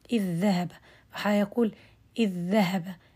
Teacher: ذال في ذال مثيلتها يعني متفقة نفس المخرج نفس الصفات · Term: إدغام